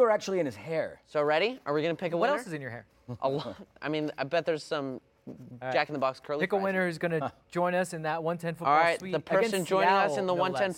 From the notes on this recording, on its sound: live from Banc of California Stadium